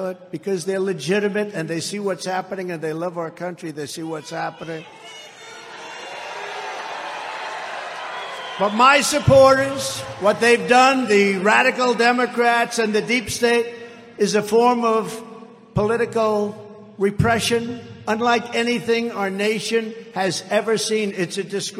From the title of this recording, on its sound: Rally Speeches - Youngstown Ohio, 9/17/22